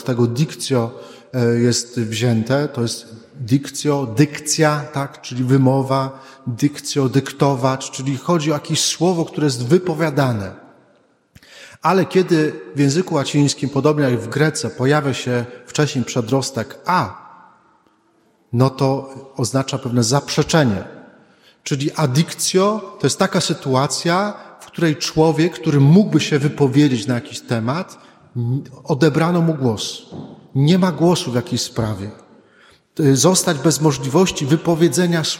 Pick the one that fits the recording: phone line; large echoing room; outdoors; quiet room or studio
large echoing room